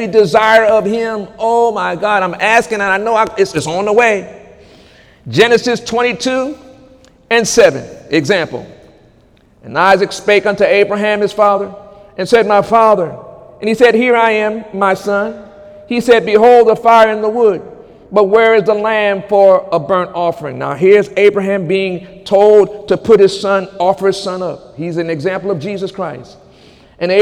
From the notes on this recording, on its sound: During Sunday morning service on May 6, 2018